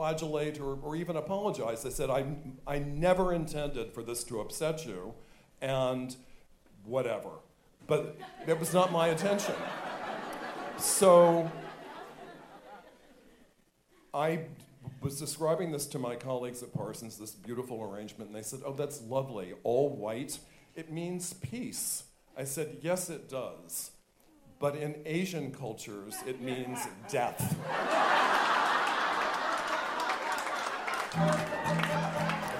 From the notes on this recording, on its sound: In the first of three episodes dedicated to this live show